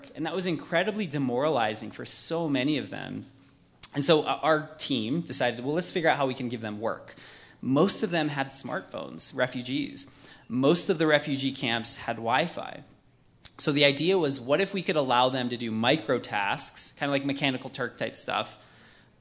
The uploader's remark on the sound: He came to Silicon Slopes HQ in jeans and Jordan’s. Joined us on stage for Silicon Slopes Conversations Friday, November 4, 2022.